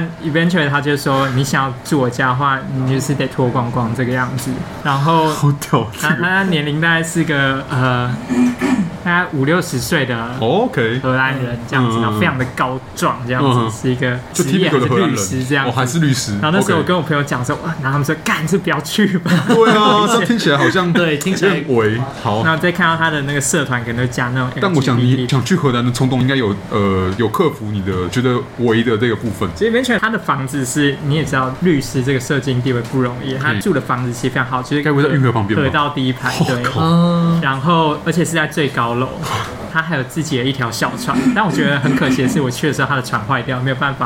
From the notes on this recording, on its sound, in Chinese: 本集白噪音指數：蚊風級 1/5。錄音地點： BUZZ Cafe & Beer。